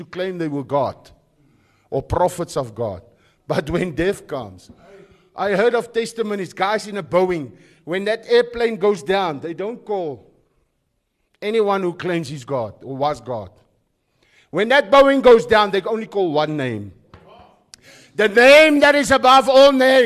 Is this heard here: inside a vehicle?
no